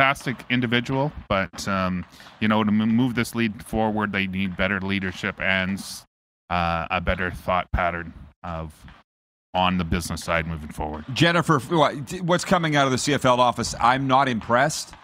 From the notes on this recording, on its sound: We are LIVE from inside Rogers Place in Edmonton, Alberta. Site of the 2022 World Junior (2.0) championships!